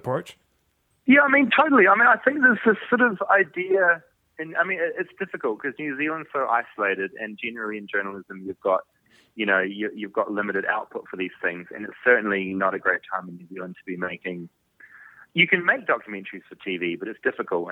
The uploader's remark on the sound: joins us on the phone from Canada